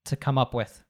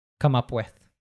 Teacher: So he says to come up with, reducing the to a schwa sound, come up with.